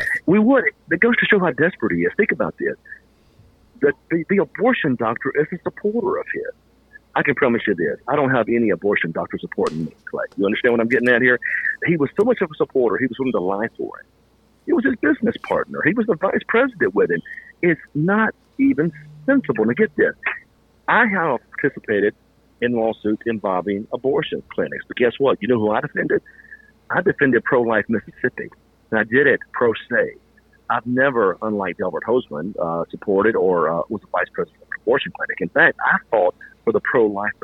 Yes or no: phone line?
yes